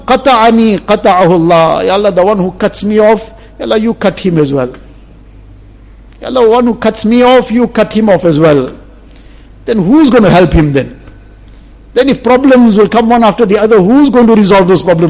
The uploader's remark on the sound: Jumua lecture